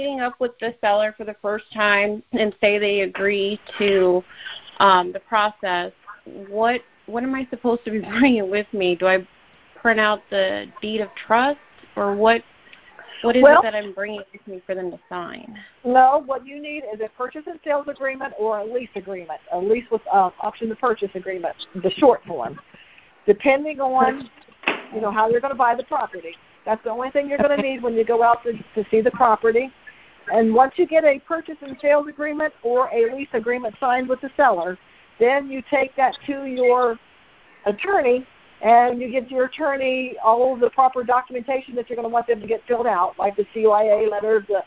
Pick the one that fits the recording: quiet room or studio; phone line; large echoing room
phone line